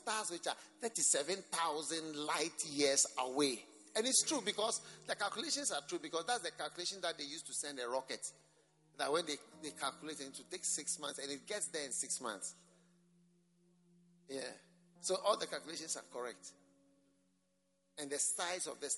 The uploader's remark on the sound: Preached at the Mountain-Like Churches Conference for the AD-RCUD, Mampong-Ghana.